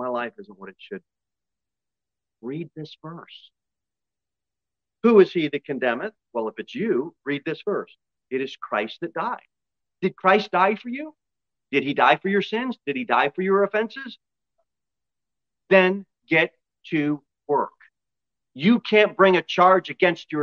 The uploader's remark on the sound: Sermon delivered at Pilgrim Baptist Church on Sunday, March 19, 2023, at 11:15 am. Jere Whitson Rd.